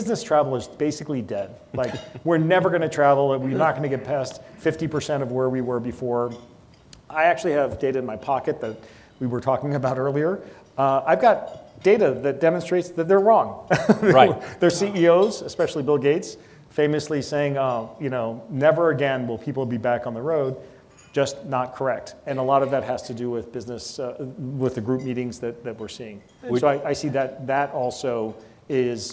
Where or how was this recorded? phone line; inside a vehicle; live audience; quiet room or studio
live audience